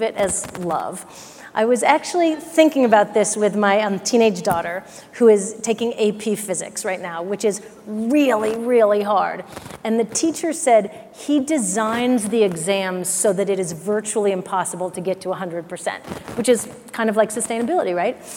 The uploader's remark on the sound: The best of live interviews from GreenBiz events.